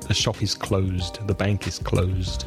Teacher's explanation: close with the voice sound is the verb to close · Term: voiced